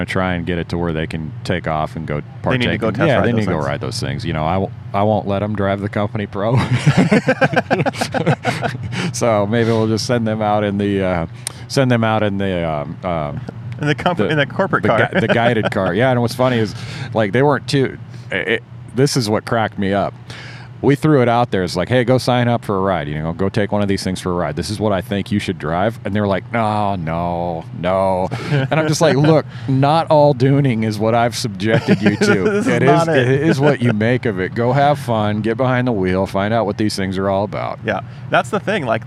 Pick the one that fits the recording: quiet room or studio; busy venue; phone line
busy venue